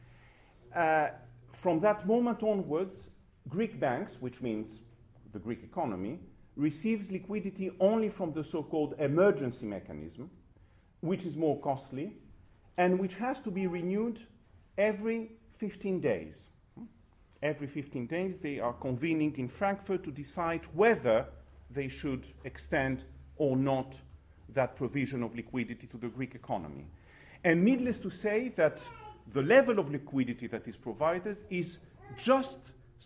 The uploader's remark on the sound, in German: Diese Veranstaltung wurde auf dem MarxIsMuss-Kongress 2015 aufgezeichnet.